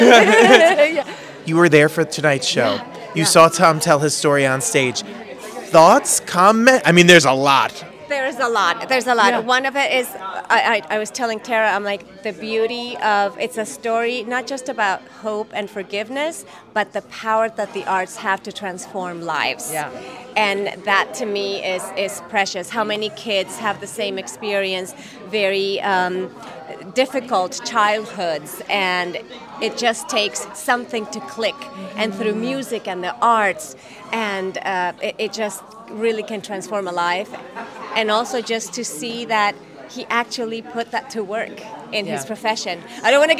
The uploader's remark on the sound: We were live on the red carpet for "20 Seconds" at the Signature.